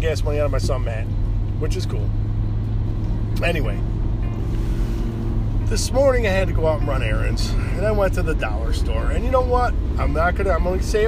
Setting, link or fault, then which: setting, inside a vehicle